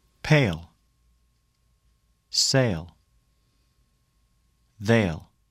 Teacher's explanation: Move your lips into the unstressed vowel position after A when it occurs before the consonant L.